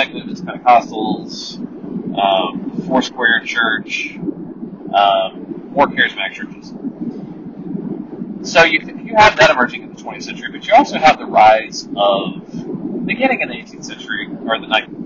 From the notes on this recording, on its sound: Apologies for the amazing sound quality from my ear buds.